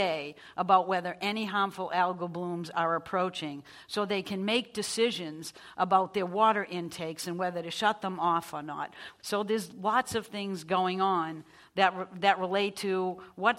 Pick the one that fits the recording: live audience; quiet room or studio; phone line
live audience